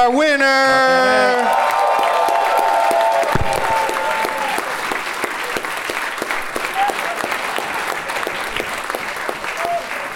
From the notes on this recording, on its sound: Live from San Francisco Sketchfest